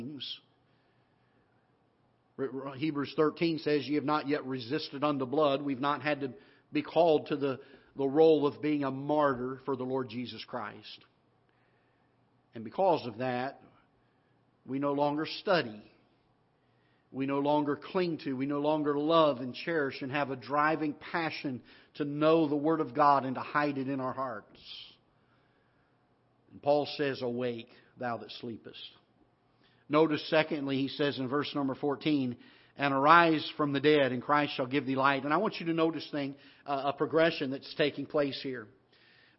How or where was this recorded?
large echoing room